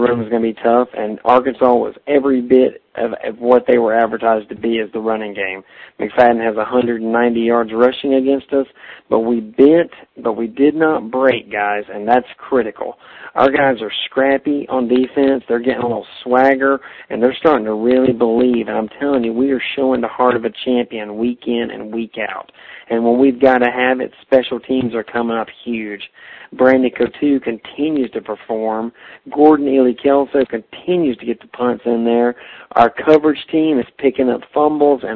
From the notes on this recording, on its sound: We had to phone these shows in from an audio-blogger platform! We could only record five minutes at a time, so we split it up into two parts.